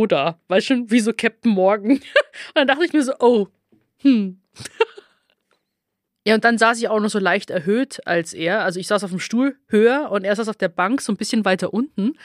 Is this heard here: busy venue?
no